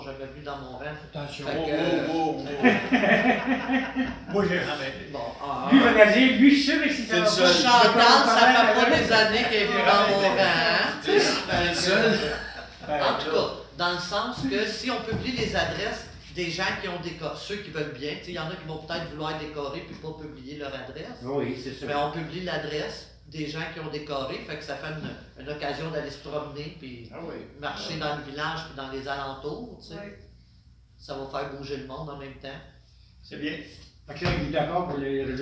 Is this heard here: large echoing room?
yes